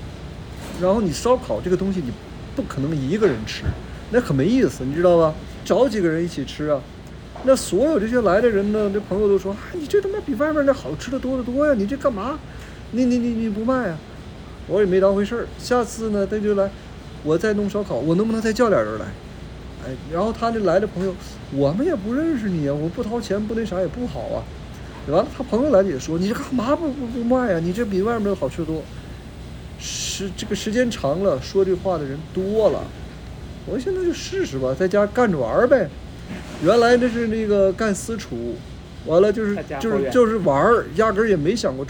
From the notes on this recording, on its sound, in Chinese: Phoenix烧烤店烟雾弥漫。我们选了一个店里人少的时候。一边录音，他也一边服务客人。